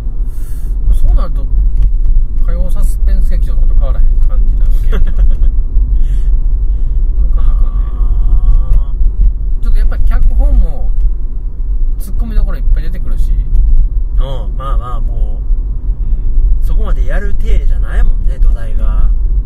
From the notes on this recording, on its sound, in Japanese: ラーメン屋に行く道中に収録しました。